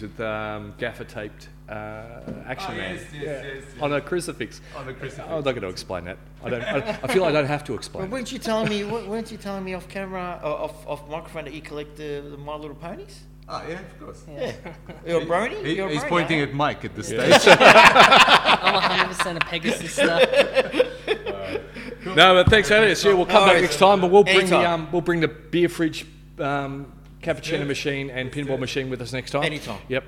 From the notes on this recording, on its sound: In our first face to face episode since start of lockdown. Took the show on the road to the Big City Comics store in West Melbourne.